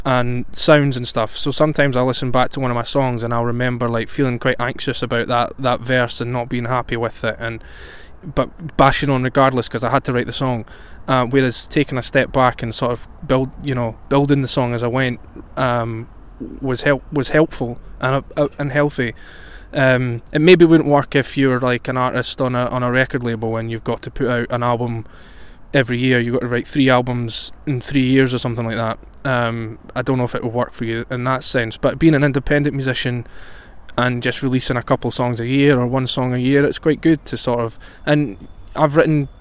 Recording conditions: outdoors